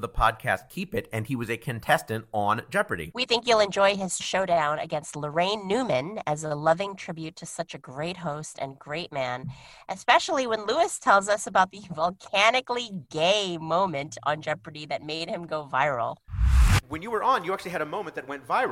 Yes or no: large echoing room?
no